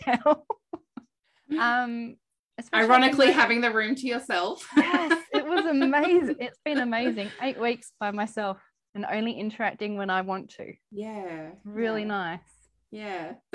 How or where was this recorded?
video call